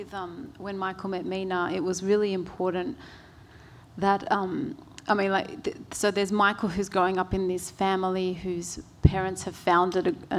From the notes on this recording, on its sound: In this session, which was recorded at the 2017 Newcastle Writers Festival.